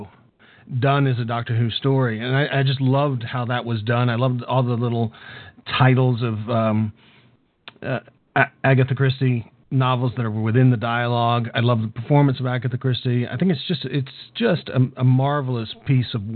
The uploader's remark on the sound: calls in LIVE from Hurricane Who